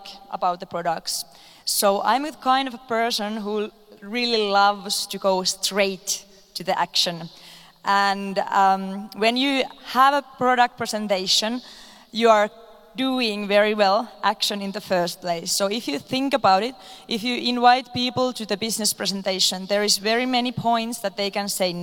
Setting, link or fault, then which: setting, live audience